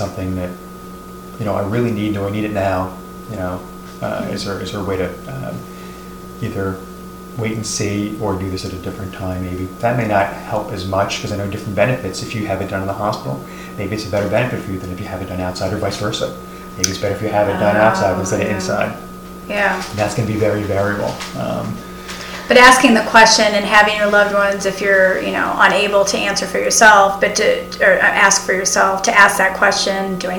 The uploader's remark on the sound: Apologies to our listeners for the audio feedback throughout the podcast.